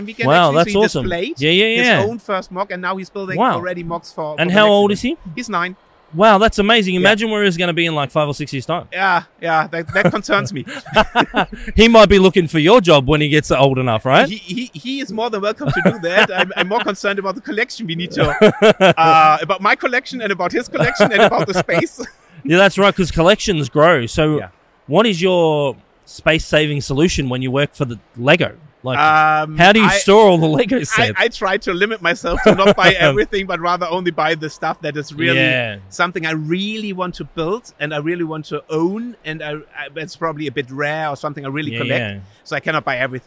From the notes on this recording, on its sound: filming live on location at Brickvention 2023